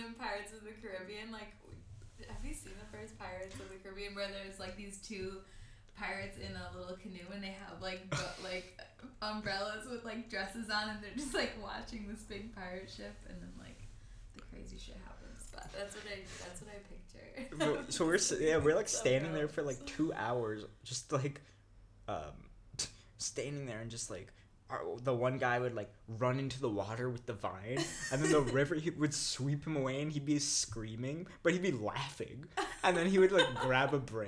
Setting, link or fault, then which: fault, sounds in the background